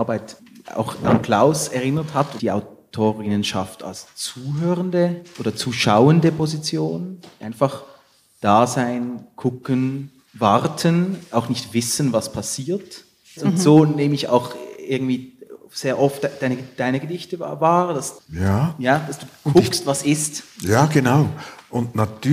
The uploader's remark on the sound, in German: Live aufgenommen an der literaare in Thun.